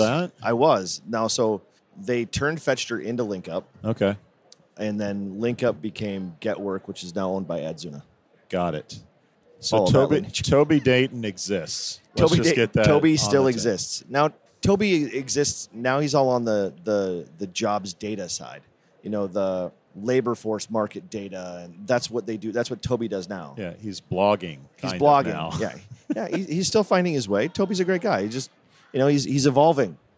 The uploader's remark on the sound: Recorded at SHRM